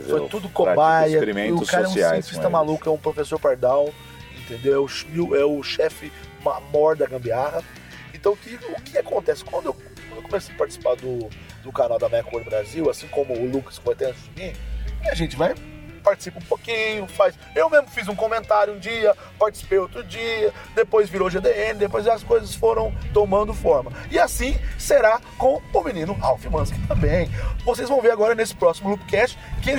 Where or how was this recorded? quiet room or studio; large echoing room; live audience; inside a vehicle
inside a vehicle